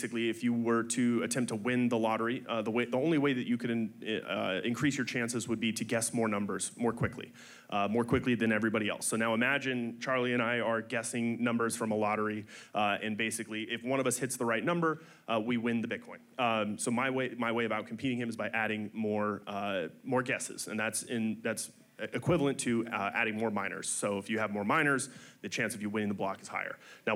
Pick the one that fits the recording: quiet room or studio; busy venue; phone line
busy venue